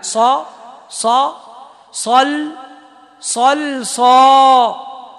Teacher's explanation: الصاد الثانية طبعا أقوى من الصاد الأولى لأن بعدها ألف